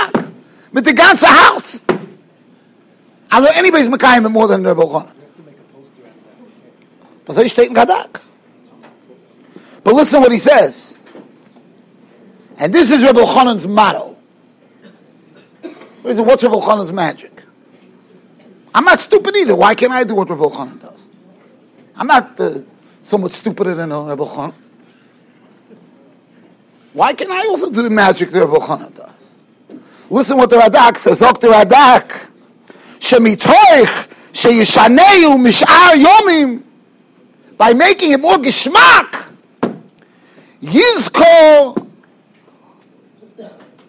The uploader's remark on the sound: Shiur recorded in Yeshivas Ohr Reuven, Monsey, NY.